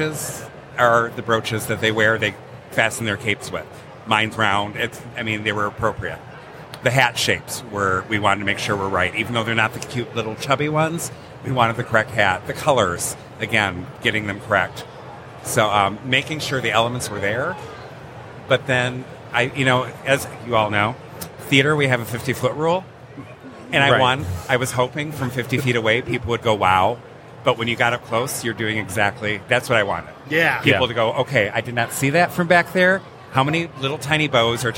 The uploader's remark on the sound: Live from Michigan Comic Con. It’s an impromptu interview from the con floor at Michigan Comic Con!